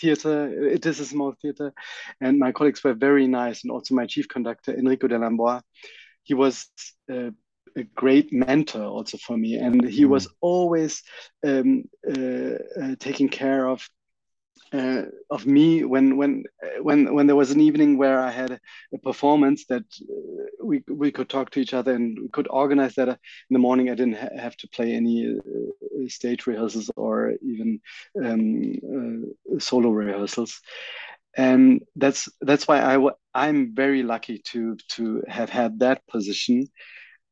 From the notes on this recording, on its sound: This interview was recorded on 30th August 2022 via Zoom.